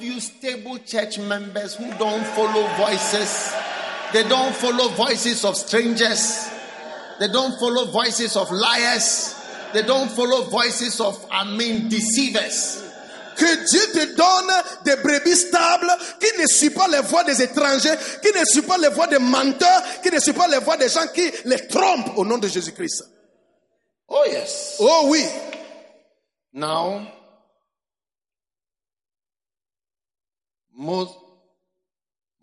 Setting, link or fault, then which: setting, live audience